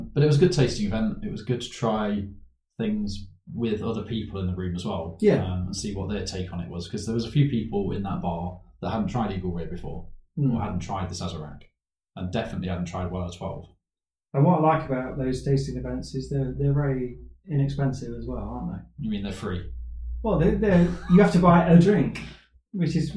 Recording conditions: poor sound quality